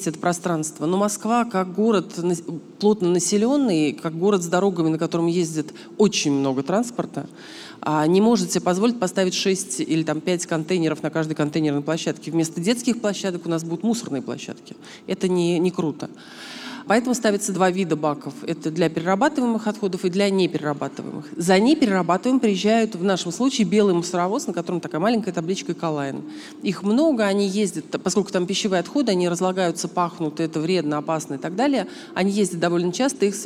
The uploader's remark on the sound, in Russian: Live в музее «Гараж». Этот выпуск записан в партнёрстве с Garage Radio.